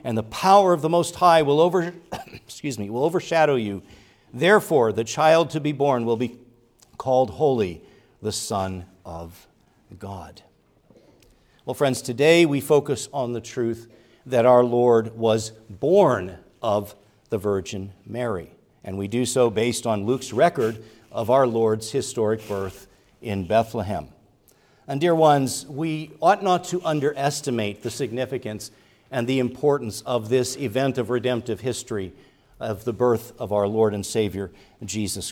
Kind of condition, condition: setting, large echoing room